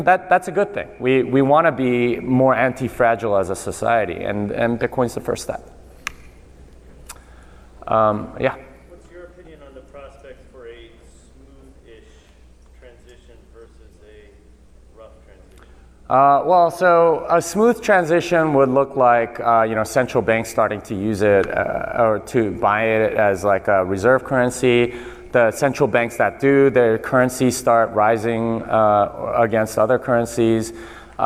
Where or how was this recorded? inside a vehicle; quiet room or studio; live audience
live audience